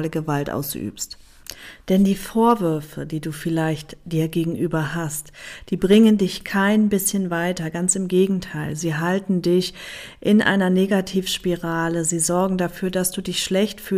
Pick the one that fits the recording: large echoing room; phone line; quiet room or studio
quiet room or studio